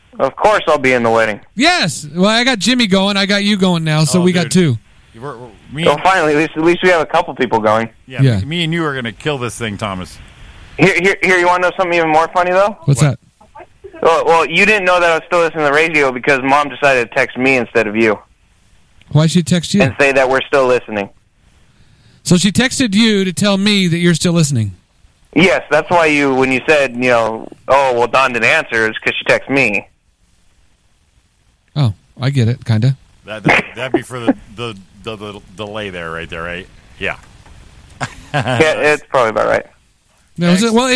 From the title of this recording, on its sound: All Phone Lines Lit